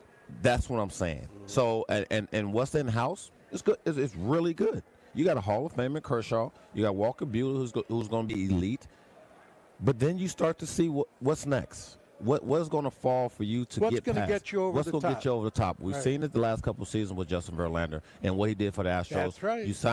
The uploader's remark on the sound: LIVE FROM THE MLB WINTER MEETINGS